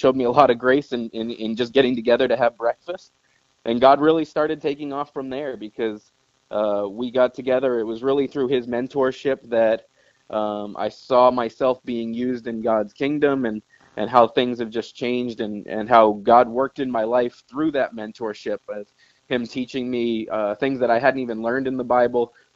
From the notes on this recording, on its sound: This week we get my first phone interview.